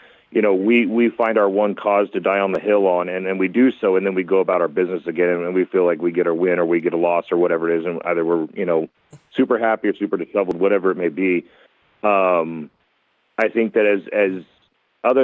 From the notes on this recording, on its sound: open up the phone lines in hour one